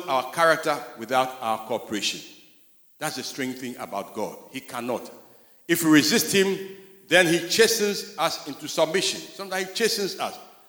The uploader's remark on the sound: Sermon preached at CBC Shiashie Campus